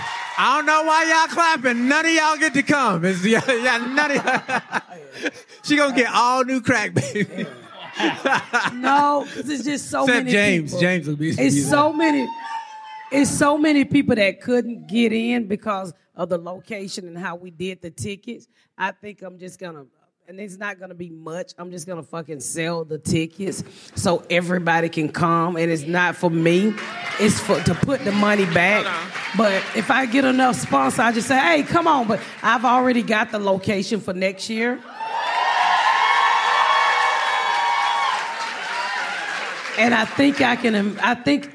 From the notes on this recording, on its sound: Joining us live on the stage.